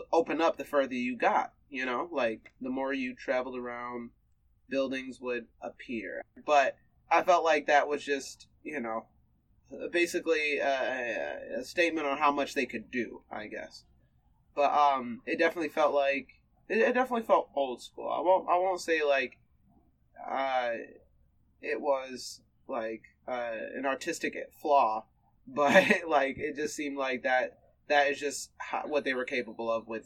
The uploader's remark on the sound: Please pardon our minor audio issues this week!